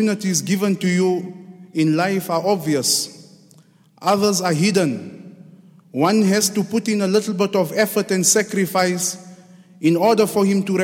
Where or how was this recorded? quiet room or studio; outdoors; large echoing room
large echoing room